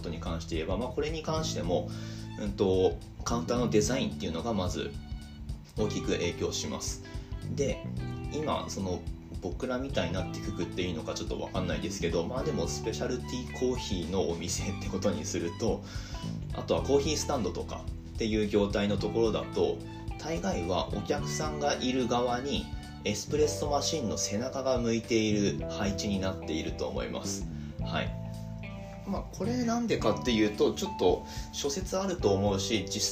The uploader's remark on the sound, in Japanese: 雑音注意